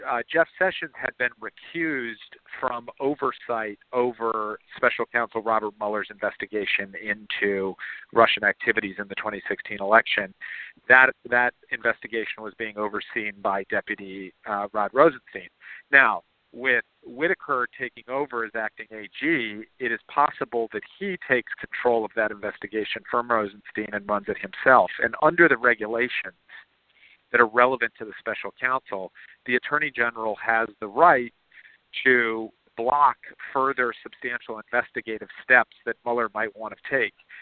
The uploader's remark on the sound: Conference Call.